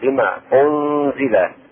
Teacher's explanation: إخفاء النون الساكنة في الزاي